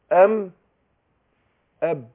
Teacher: هنيجي عند الشفتين معا، بيخرج منهم الميم والباء بانطباق، بقول ام اب. يبقى الميم والباء تخرجان بانطباق الشفتين